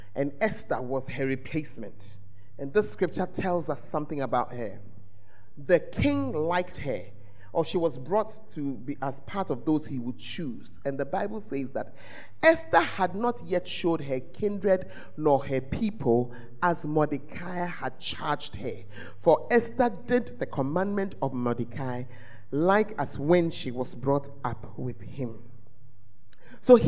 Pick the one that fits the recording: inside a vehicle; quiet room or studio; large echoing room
large echoing room